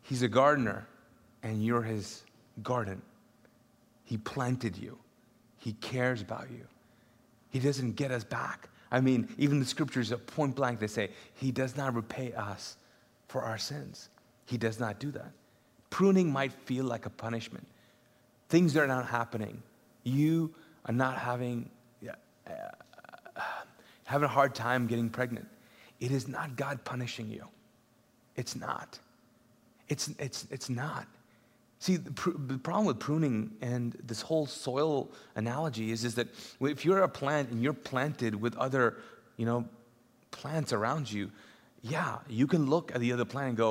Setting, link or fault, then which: setting, large echoing room